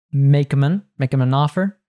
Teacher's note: We have the an gets reduced to un.